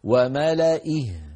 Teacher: الياء في كلمة وملئه لا تنطق